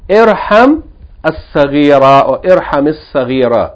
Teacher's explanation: Taqulu irham as-saghira, or irham as-saghira, if you wanna, yani connect the two words together with hamzat al-wasl, you have to add a vowel, right? Irham as-saghira, or irham as-saghira.